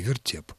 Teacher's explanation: А ударение на втором слоге